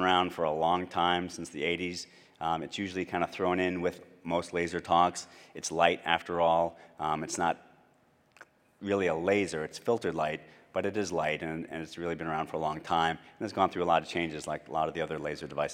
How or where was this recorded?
large echoing room